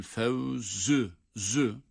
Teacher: Buradaki za peltek olmayan ve ince olan za'dır. O zaman birbirinden farklı olan ama sanki ses benzerliği varmış gibi hissettiğimiz zal ile za harfini mutlak surette birbirinden ayırmamız, telaffuzda ayırmamız gerekiyor. · Term: keskin za